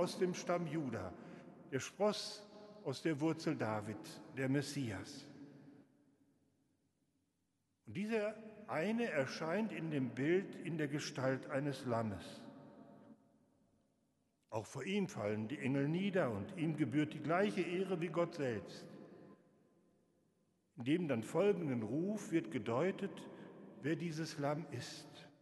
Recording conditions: large echoing room